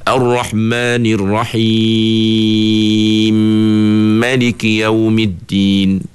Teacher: Dia baca dengan idgham. Itu kita namakan dengan idgham mislain kabir.